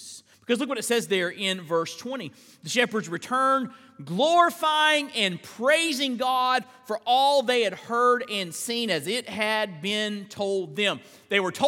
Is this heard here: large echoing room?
yes